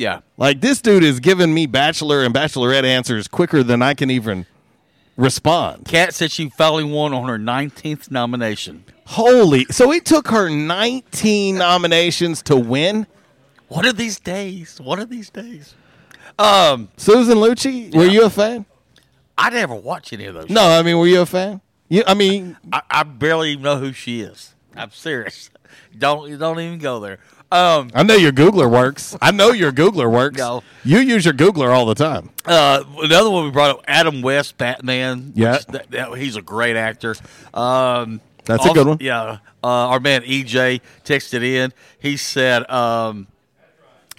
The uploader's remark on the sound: a Free For All Friday LIVE from Mabry's Smokehouse!